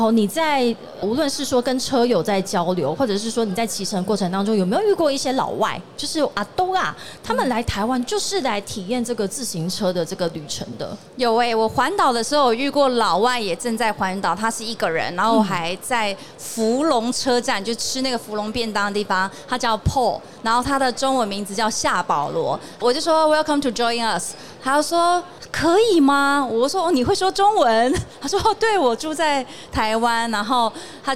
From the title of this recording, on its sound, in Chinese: 2022 Taipei Cycle台北國際自行車展-Live Podcast